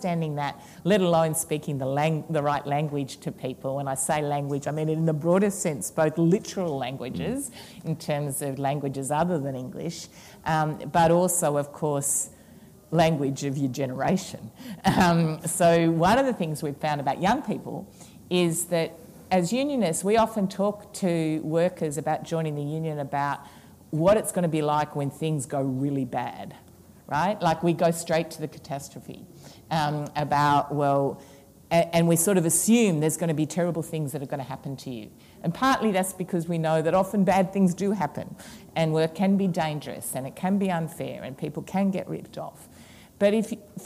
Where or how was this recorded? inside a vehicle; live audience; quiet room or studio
live audience